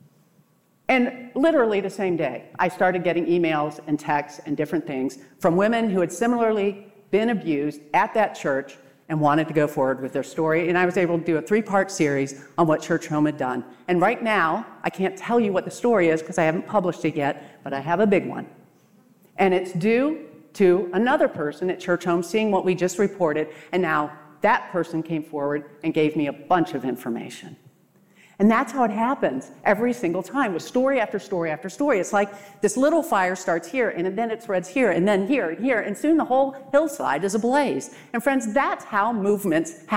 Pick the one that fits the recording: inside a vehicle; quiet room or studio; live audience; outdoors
live audience